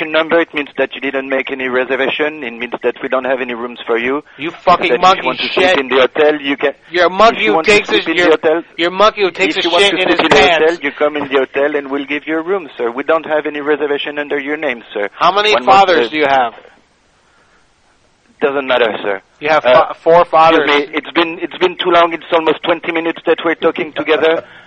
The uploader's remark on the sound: Prank Phone Calls